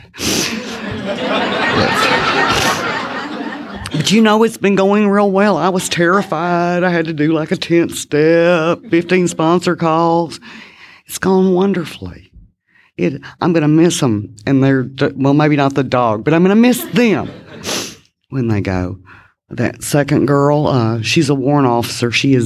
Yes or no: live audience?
yes